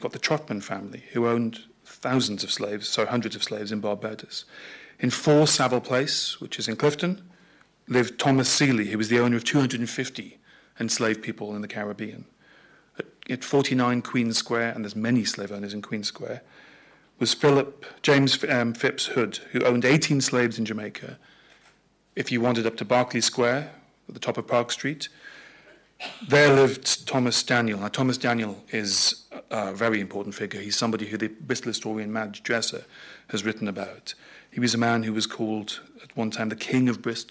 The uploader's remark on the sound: Recorded at 5x15 in Bristol in 2015.